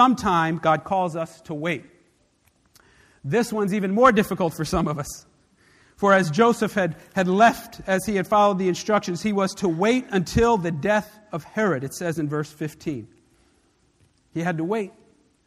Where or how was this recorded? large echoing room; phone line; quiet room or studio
large echoing room